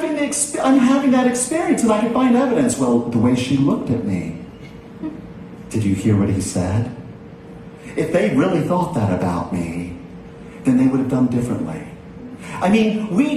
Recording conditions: large echoing room